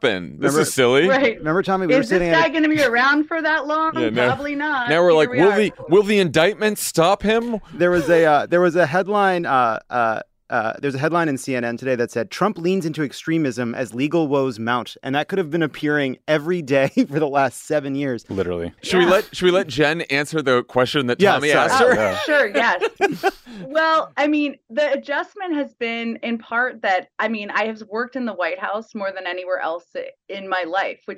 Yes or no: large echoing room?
no